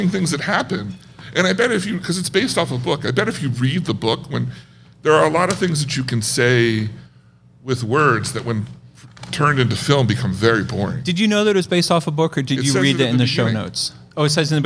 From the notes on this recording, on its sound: Live From The Red Rose Film Festival. Recording live at the Zoetropolis Cinema Stillhouse.